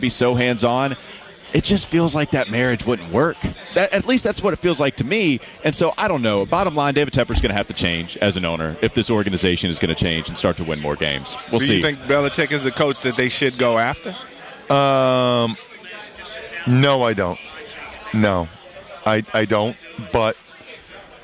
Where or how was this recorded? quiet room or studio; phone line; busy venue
busy venue